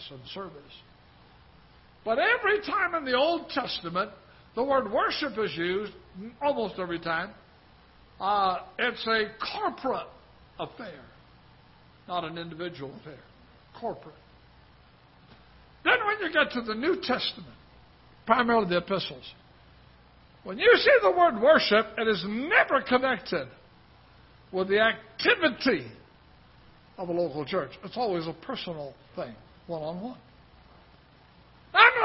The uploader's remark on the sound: Ketha Heights Baptist Church ~ Live Broadcast